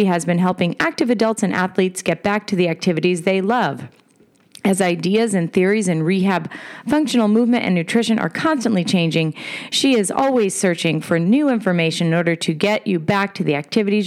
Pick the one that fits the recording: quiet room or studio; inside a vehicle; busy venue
busy venue